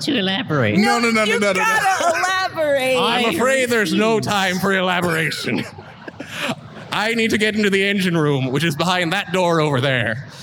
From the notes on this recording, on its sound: In their second live appearance, the Ghosts on a Train gang played a short encounter on The Creator Stage. At Fan Expo Boston 2023!